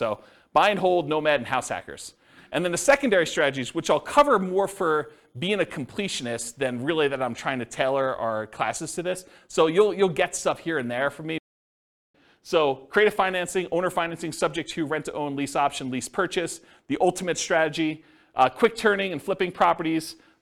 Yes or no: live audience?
yes